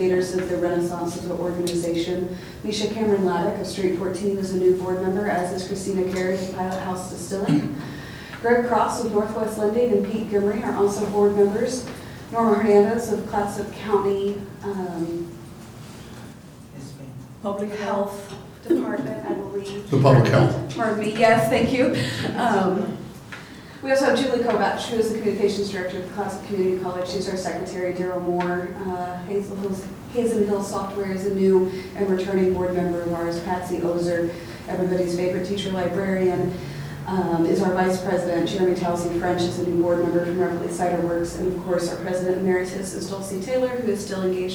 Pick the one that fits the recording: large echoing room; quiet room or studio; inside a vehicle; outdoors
large echoing room